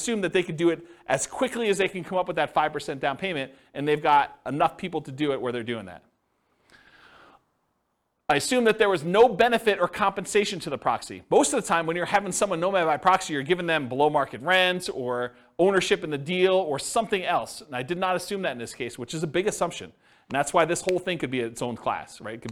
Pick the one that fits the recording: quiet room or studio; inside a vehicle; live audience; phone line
live audience